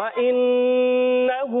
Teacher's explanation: نون مشدد میں کیا کریں گے؟ ایک الف کا غنہ کریں گے